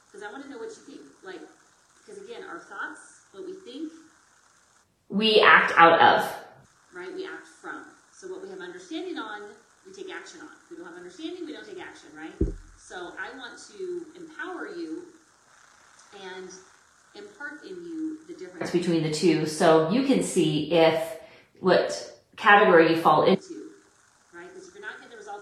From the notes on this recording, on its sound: I APOLOGIZE AS THE AUDIO QUALITY IS NOT WHAT I WOULD NORMALLY PUT OUT